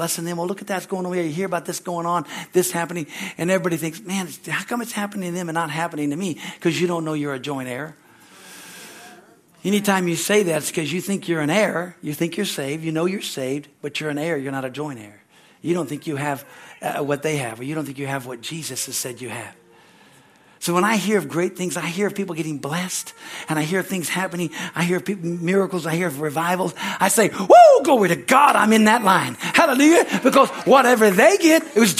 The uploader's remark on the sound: from the Sunday service on October 29, 2023 at Harvest Bible Church in Stockton, California